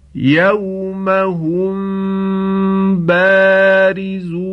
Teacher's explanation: هر دو حرف میم و با به وسیله لبها تلفظ می شوند، به وسیله لب تلفظ می شوند که عرب به لب می گوید شفا. · هنگامی که میم ساکن رو می خواهید نزد حرف با اخفا کنید، لبها کاملا نباید روی هم قرار بگیرید. خب به این اخفا، یعنی اخفای میم ساکن نزد حرف با، اخفای شفوی هم گفتن.